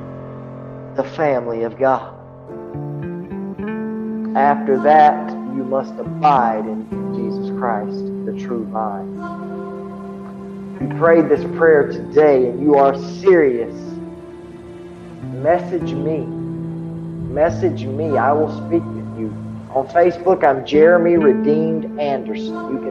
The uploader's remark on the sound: This is the sermon that I preached this morning Sunday February the 13th 2022